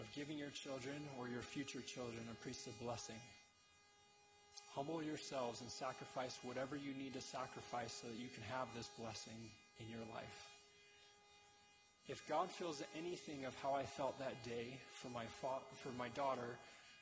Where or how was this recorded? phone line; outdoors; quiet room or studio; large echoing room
large echoing room